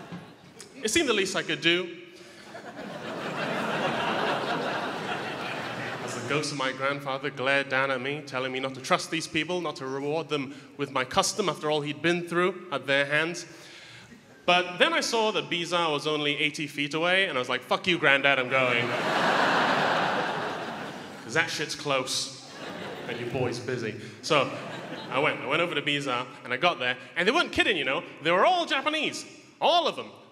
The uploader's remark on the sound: Melbourne International Comedy Festival Gala 2018. Palais Theatre.